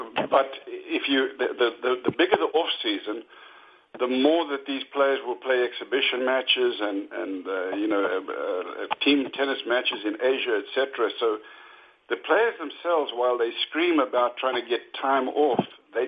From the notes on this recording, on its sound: U.S. Open Conference Call.